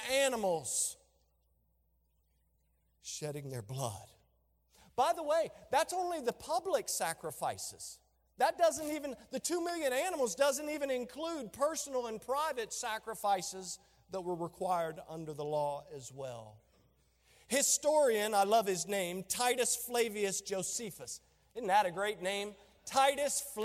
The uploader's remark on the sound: During a special Veterans Day Service